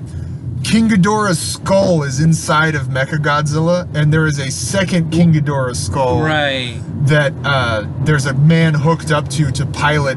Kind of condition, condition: setting, inside a vehicle